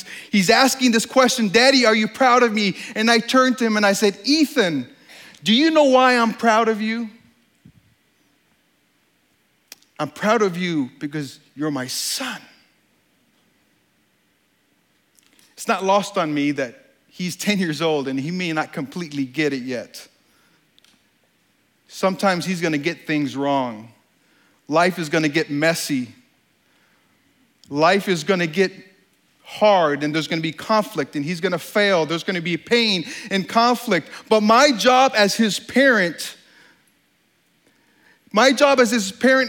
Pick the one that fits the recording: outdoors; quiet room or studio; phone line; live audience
live audience